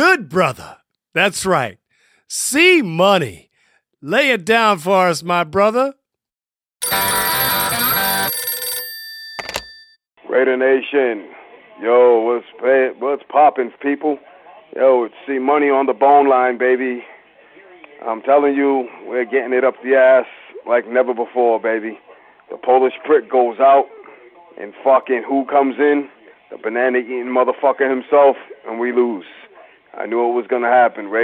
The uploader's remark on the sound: Raider Nation “Boneline” Call-in Segment